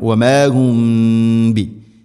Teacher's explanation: സാക്കിന മീമിന് ശേഷം ബാ, ഇഖ്ഫ ശഫവി, ഇവിടെ മീമിനെ അവ്യക്തമാക്കി മണിക്കണം